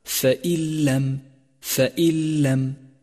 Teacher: فالواجب هنا أن تسقط النون من اللفظ تماما، ولذلك لونت باللون الرمادي، وأن تشدد اللام التي بعدها من دون غنة، فيصير اللفظ هكذا فإن لم. · Term: الإدغام بلا غنة